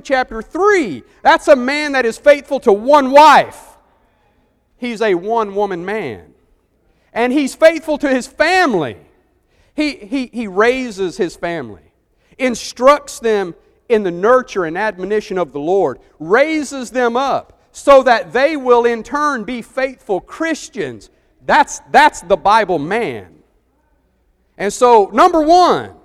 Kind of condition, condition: setting, large echoing room